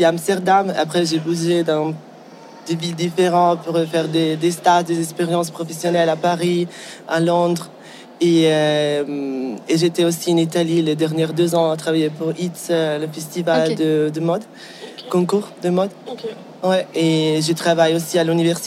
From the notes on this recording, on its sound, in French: Enregistrées “in situ” lors des Swiss Design Awards. Enregistrées “in situ” lors des Swiss Design Awards. Le contexte installatif des SDA. Au sein même des murs de la Messe à Bâle.